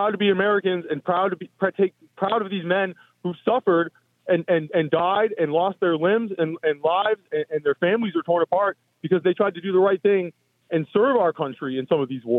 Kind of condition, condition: link, phone line